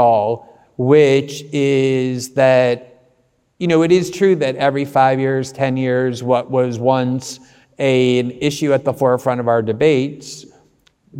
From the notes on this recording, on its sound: This conversation was recorded LIVE at the All-In Summit in Miami!